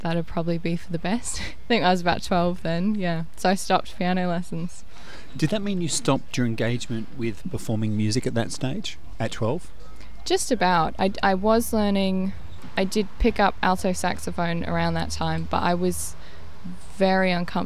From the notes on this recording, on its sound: Outside the Organic Cafe in Stirling in the Adelaide Hills